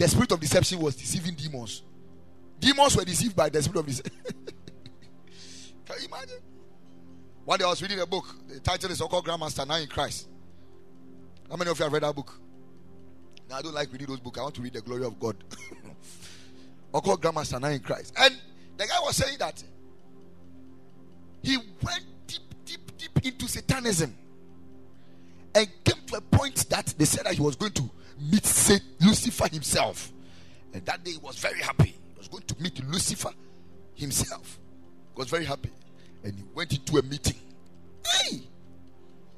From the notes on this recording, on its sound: Preached at the Ekklesia Chapel